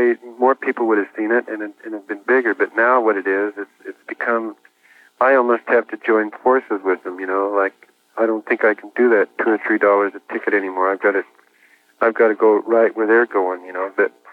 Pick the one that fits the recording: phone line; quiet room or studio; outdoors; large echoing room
phone line